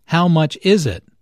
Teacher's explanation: Notice that the main sentence stress falls on is in this question.